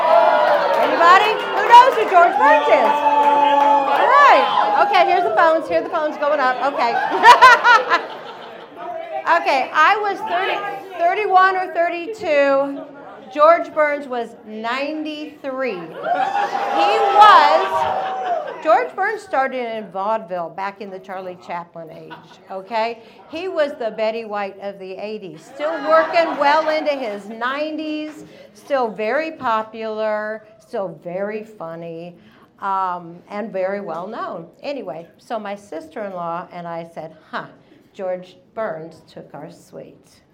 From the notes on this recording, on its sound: Releasing a single story from the previous evening's live event! Goes south is a live storytelling event out of Charlotte, NC. This podcast combines audio recordings from these live events to share with you! Goes south live events take place on the 3rd Tuesday of the month at Petra's in Historic Plaza-Midwood, Charlotte, NC.